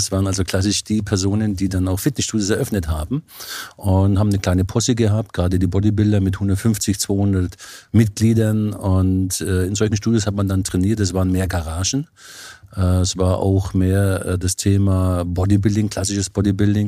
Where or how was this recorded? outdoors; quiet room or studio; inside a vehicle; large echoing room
quiet room or studio